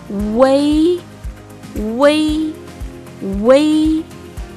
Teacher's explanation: pronunciamos primero la U y luego cambiamos la forma de la boca para lograr la E · como si hubiera una E entre la U y la I, en otras palabras, como una combinación de la vocal simple U y la compuesta E, Wei.